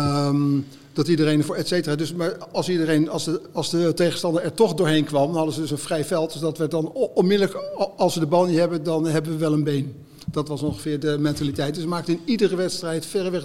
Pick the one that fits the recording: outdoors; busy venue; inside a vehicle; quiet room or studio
busy venue